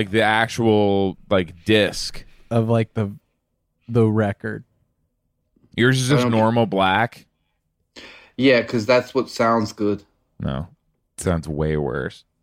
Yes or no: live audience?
no